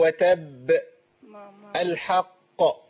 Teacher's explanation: الحق هنا بننطقها قاف واحده بس مشدده شويه. هي قاف واحده لكن باخد زمن الحرفين.